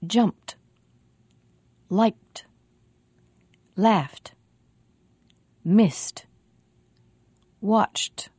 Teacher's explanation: If a word ends with p, or k, or f, or th, the voiceless sounds except for the t sound, the ED ending will also be voiceless. It will sound like t.